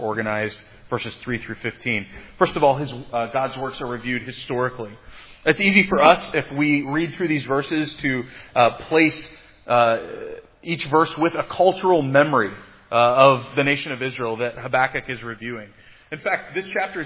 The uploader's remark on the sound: Preached at Providence Church on Sunday, April 24, 2022. This sermon on Habakkuk 3 was preached at Providence Church on Sunday.